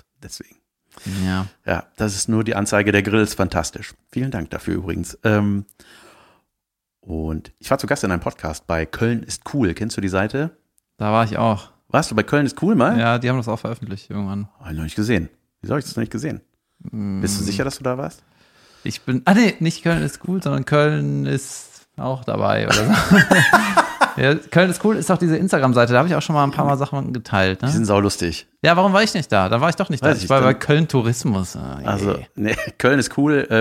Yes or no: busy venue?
no